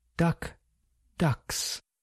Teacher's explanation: K is voiceless and s is voiceless.